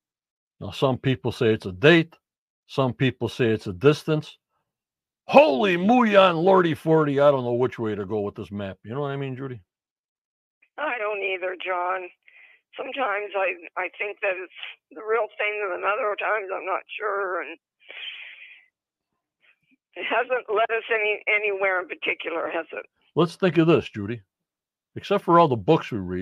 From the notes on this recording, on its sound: on the phone